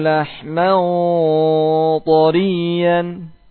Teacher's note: Pangkal lidahnya ya, bagian belakang lidahnya naik ya ke arah atas, nanti dihasilkan yang namanya tafkhim tebal. Naik pangkal lidahnya.